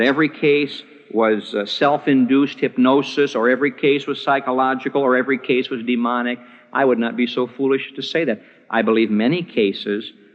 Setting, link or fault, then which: setting, large echoing room